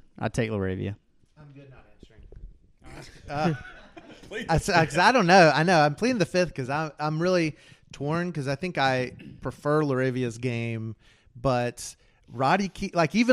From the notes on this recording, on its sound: GDP Live Show! Audience Q&A. In the Grizz Den Podcast's first show in front of a live audience.